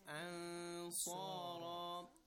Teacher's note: There is ikhfa here. And then the Sa and Ra are both of them Tafkhim in this case